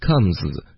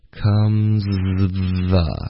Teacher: hardhard，然后在最后的时候，舌头舌尖的部分呢就顶上去上颚，嗯，导致一个干脆的停顿，然后再发 part，然后在最后舌头也得顶上去上颚，所以在最后面这两个字我们就有 hardpart。Hard part, hardpart，这就是需要多练习的。应该是这一部分让我们这个同学觉得有点不容易发的顺、嗯、对，所以就整个句子是 Then comes the hardpart。那还有一个地方有可能会比较麻烦，就是 comes 这个 z 的音滑到后面这个 the 的这个音，因为 comes。这是一个 z 的音，舌尖是贴着上颚，导致一个摩擦音 z 。然后你的舌尖会离你的上齿很近，就离它就差一毫米吧，right？就 like onemillimeter。所以你要发一个 z 的音，然后舌头同时发 z 的时候开始往前滑，直到你的舌尖碰到你的上齿，然后就可以接着发 the。所以是 comesthe。the，所以要练习这个 z，然后舌头往